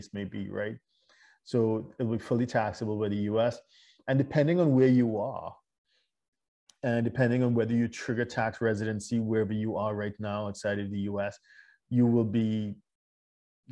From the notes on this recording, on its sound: LIVESTREAM. For those joining us on Zoom.